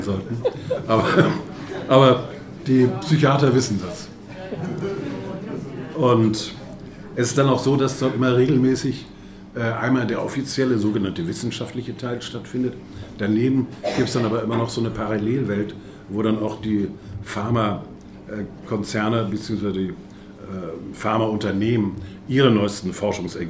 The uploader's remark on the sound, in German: auf der Jahrestagung des BPE